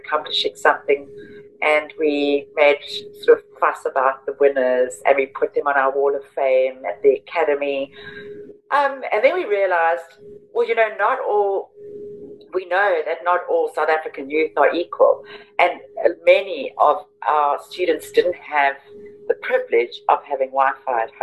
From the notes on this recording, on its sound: I got on a Zoom